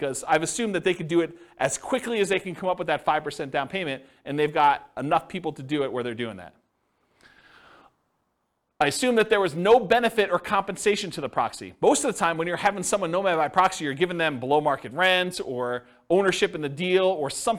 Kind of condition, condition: setting, live audience